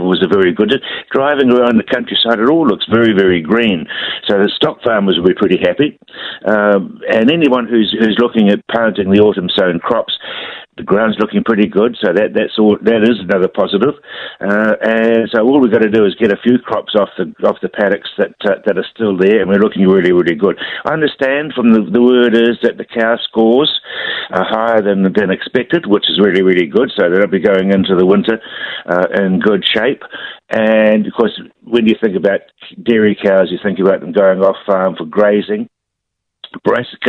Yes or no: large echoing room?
no